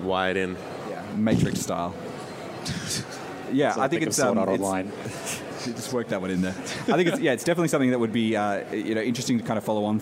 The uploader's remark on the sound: Live at Oz-Comic Con 2016. It's our extended LIVE episode from Perth's Oz Comic Con!